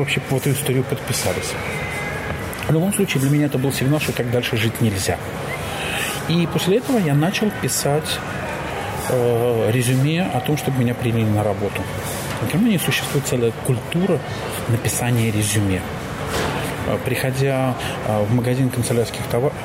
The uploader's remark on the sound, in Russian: Сегодняшний выпуск мы записали в Москве, в одном из кафе. Фоновый шум кафе (который нам все-таки не удалось убрать).